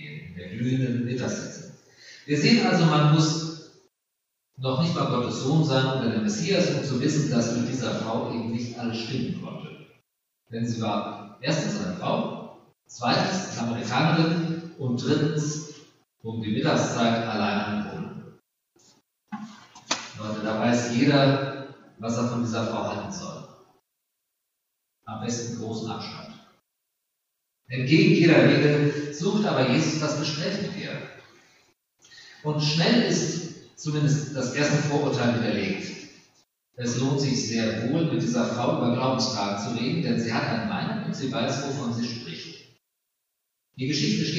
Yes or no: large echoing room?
yes